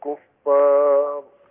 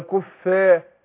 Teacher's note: الفاء مرققة وبعدين بتتبعها الألف مرققة برضه